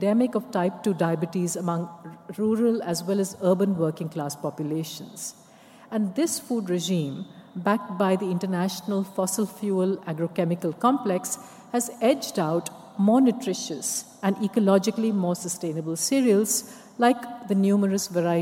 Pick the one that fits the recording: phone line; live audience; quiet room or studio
live audience